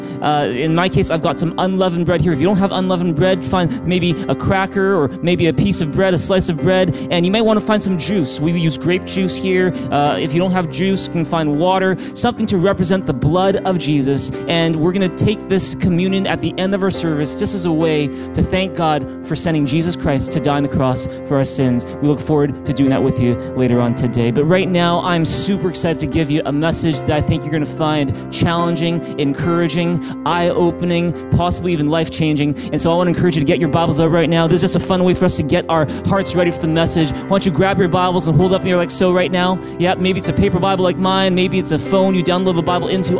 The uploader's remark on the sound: Recorded on June 7, 2020 at THRIVE Church Vancouver, Canada